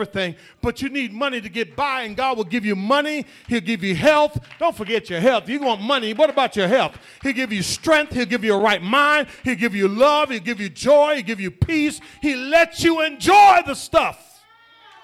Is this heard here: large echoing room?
yes